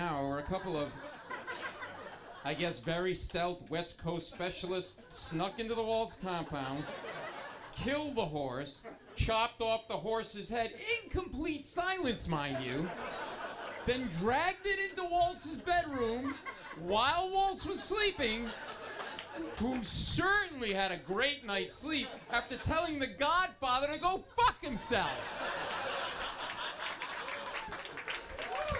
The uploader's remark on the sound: This is the full live recording. This doctored reading of The Godfather Part 1 was taped in front of a live audience at the Village Underground in the West Village.